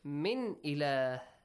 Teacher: The noon is normally pronounced. Yeah. No changes, no hiding, no merging. · Term: idhar